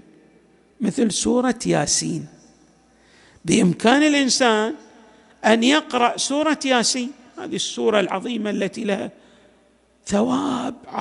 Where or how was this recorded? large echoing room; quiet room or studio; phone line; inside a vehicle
large echoing room